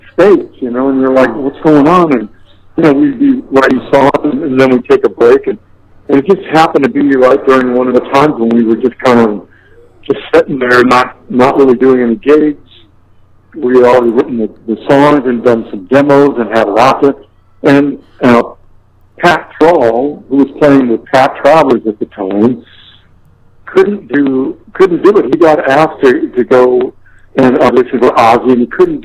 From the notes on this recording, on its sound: on the phone for a chat